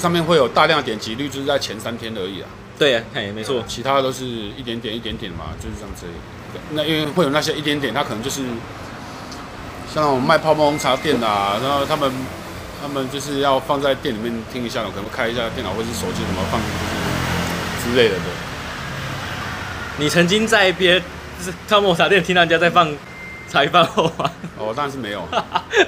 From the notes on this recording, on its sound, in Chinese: 錄音地點：台南 牽咖啡 Chen Coffee